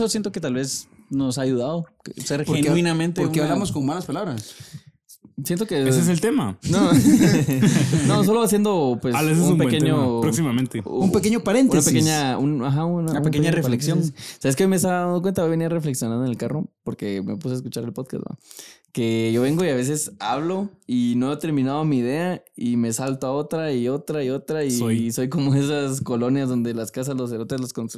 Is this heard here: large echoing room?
no